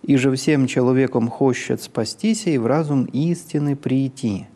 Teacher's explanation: Если мы посмотрим на то, как совершается повышение на слове «истины», «иже всем человеком хочет спастись и в разум истины прийти». Здесь «истины» повышаются сразу на одну ноту. С ноты «ми» на ноту «фа»